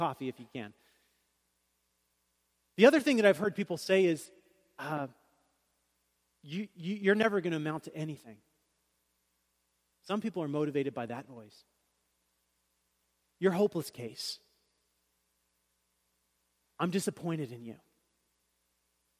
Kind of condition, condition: setting, large echoing room